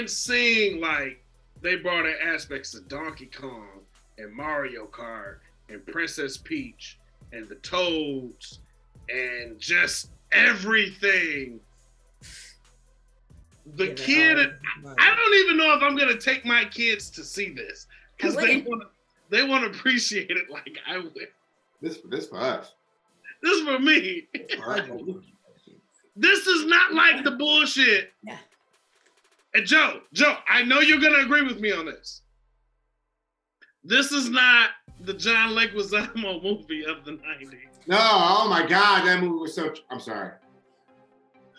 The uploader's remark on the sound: this time we fired up the zoom app